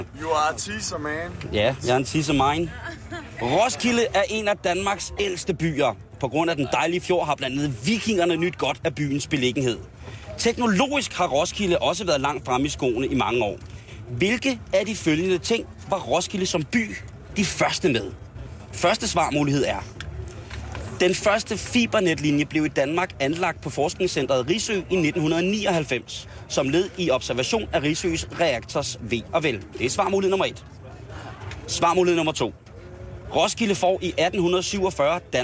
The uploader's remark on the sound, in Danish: sender direkte fra "Camp Mordor" - én af mange, fantasifulde lejre på Roskilde Festivals campingareal.